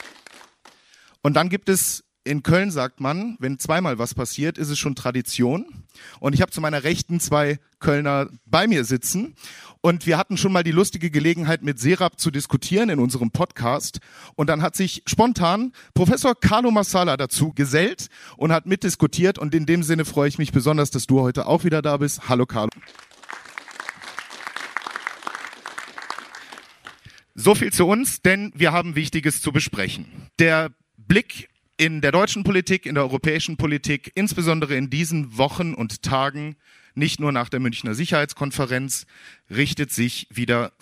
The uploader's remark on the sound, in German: LIVE vom Café Kyiv der Konrad-Adenauer-Stiftung+. Live aus dem Colosseum in Berlin anlässlich des Café Kyiv der Konrad-Adenauer-Stiftung. Diskutierten wir zum ersten Mal live vor Publikum.